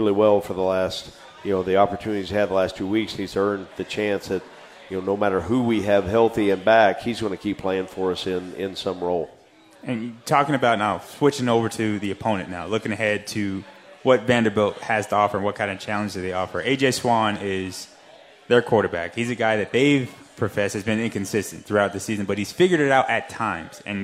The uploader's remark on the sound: Radio Show at Parkway Tavern